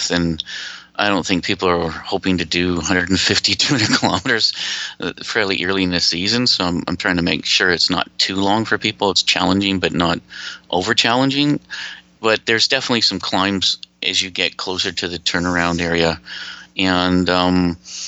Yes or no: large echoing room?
no